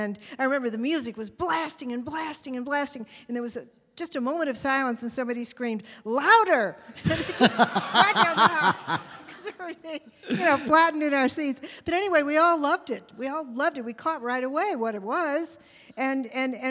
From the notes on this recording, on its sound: In the first ever “live on location” episode of The Dinner Party Show. LIVE from the floor of Bent Con, the only convention dedicated to celebrating LGBT contributions to pop culture and geekdom.